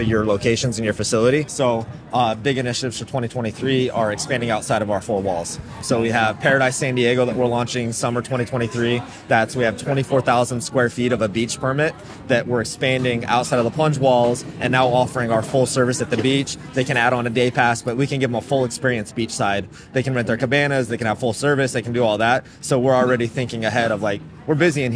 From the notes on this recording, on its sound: SPECIAL: Exploring Authentic Reality at the IAAPA North American Trade Summit. This year’s North American summit took 134 attendees on 5 facility tours in the San Diego area over 4 days. This episode features on-location audio.